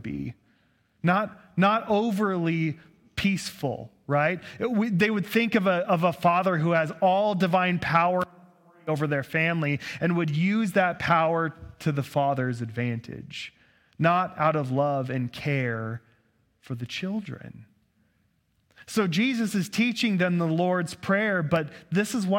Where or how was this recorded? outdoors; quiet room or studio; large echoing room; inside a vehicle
large echoing room